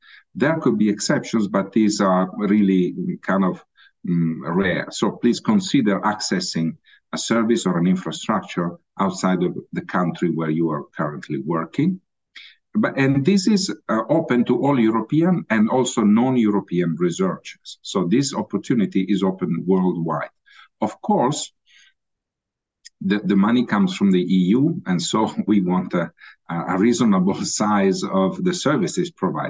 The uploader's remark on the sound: Originally a live webinar